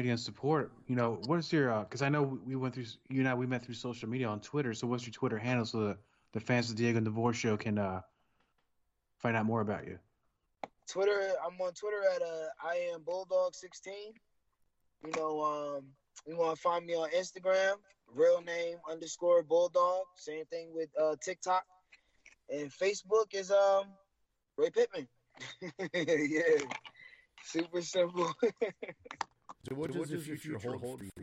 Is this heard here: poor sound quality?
yes